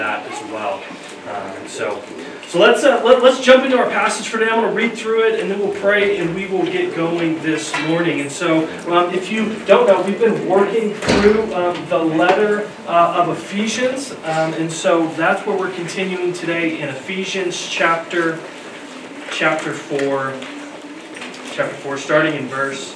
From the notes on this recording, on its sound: Due to no heat in the auditorium we had to move things downstairs, we apologize for the sound quality this week.